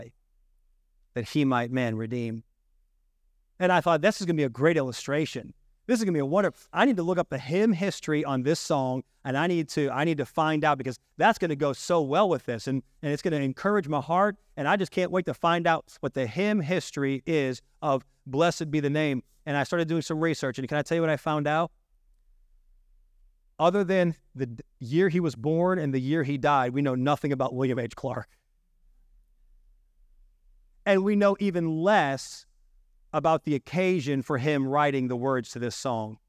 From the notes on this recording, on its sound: This message was delivered on September 10, 2023, during our evening service.